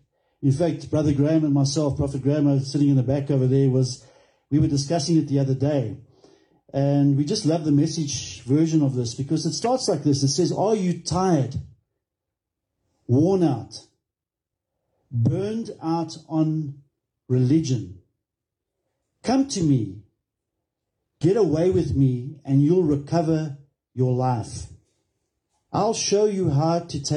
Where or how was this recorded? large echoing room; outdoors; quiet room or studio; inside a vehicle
large echoing room